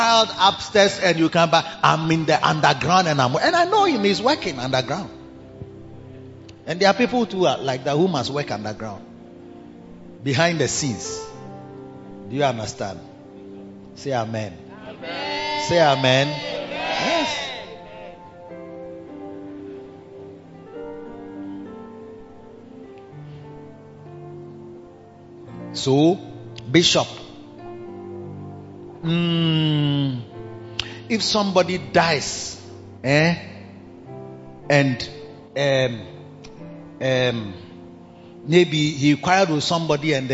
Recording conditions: large echoing room